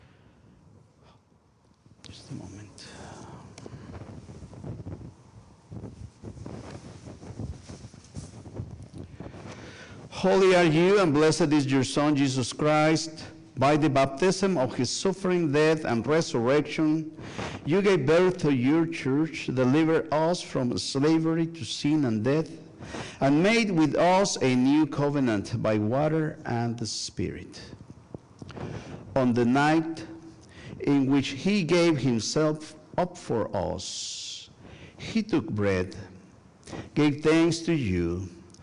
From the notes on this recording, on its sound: Sunday worship service at First United Methodist Church of Pacoima. Recorded live on November 5, 2023, this service. We are located at 12550 Van Nuys Blvd.